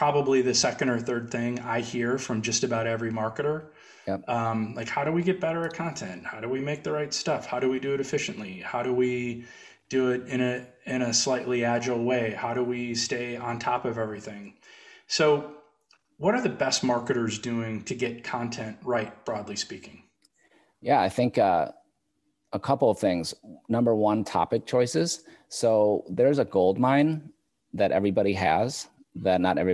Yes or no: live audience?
no